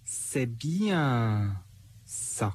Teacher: Un accent mis sur bien, un étirement, bien et un suspens avant que ça arrive.